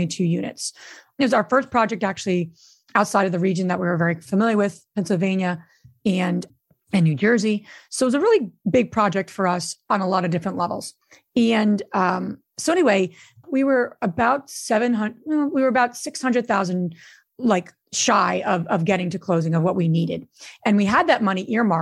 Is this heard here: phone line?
no